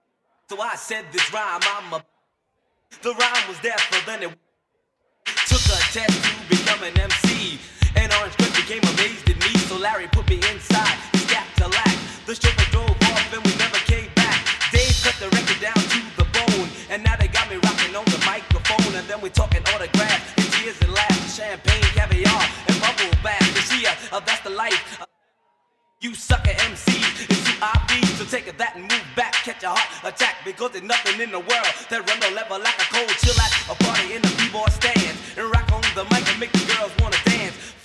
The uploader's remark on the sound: Recorded at The Do-Over Brooklyn as part of #THEDOOVER10 (August 9, 2015)